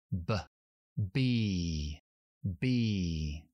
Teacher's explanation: La B es una consonante bilabial. Eso quiere decir que cerramos los labios totalmente. Y hacemos una I al final.